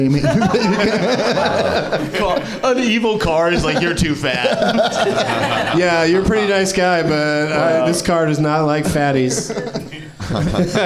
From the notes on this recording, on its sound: Live from the NerdMelt Showroom in LA